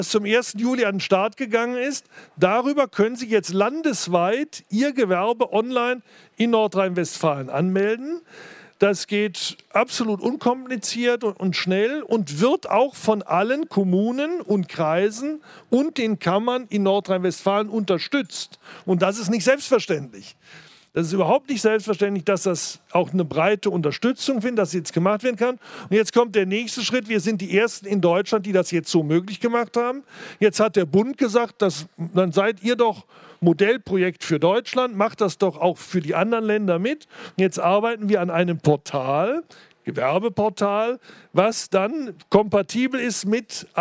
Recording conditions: busy venue